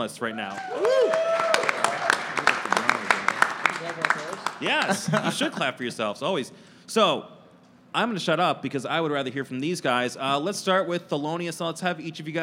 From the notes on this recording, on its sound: In a live panel recorded at Chicago Athletic Association Hotel, a collection of the city's leading production talents come together to share insights into their craft.